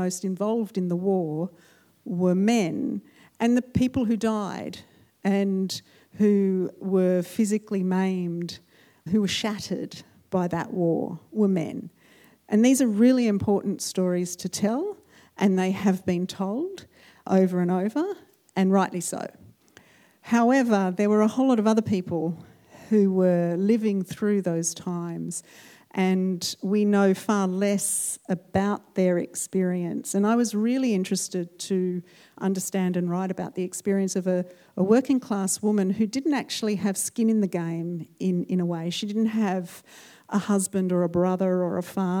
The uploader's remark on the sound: Recorded at the Marion Cultural Centre. In front of a full house.